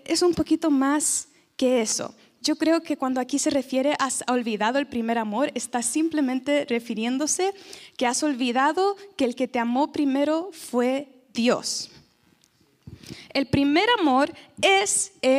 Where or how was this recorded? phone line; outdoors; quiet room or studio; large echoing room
large echoing room